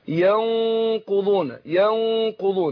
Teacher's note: النون ساكنة بعدها القاف، أنا بخفي النون عند القاف مع كون إن أنا إيه بفخم الغنة نفسها